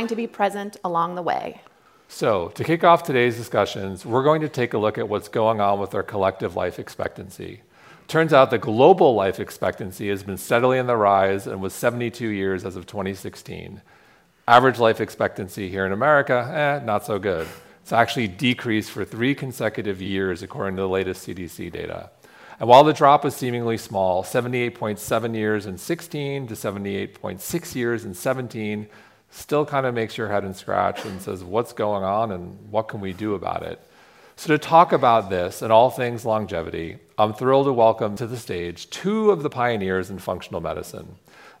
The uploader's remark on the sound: Today's episode is a special recording from our sixth annual revitalize event , which was held in Dove Mountain, Arizona, in June. Today's episode is a special recording from our sixth annual revitalize event , which was held in Dove Mountain, Arizona, in June. The insights we learned on the main stage this year were too good not to share. Answer the audience's burning questions in a Q&A.